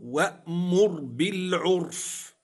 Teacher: قوله وأمر بالعرف، لاحظ معي رآن، وأمر بالعرف، معي راء وقعت طرفا ومعي راء وقعت ساكنة في وسط الكلمة، الراء نقول ساكنة سكون أصلي وقبلها ضم تفخم